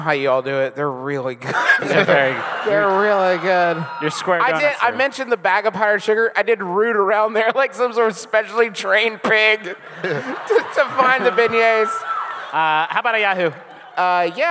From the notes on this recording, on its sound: Enjoy our recent live show from New Orleans!